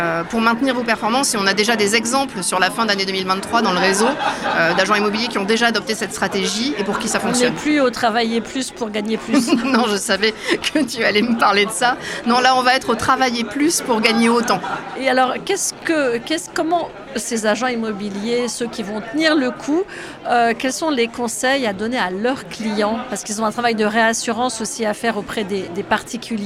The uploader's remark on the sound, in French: Ce podcast a été enregistré lors d'Immo, le congrès de la FNAIM à Paris les 4 et 5 décembre 2023.